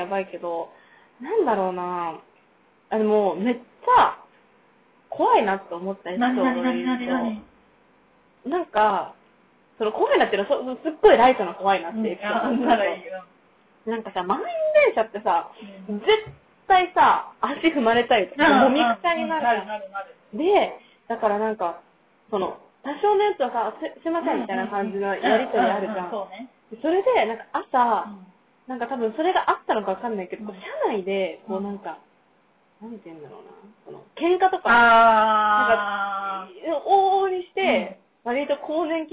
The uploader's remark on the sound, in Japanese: 音質悪めです。